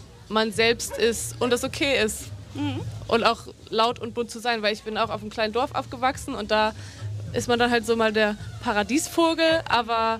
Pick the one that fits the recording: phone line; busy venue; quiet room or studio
busy venue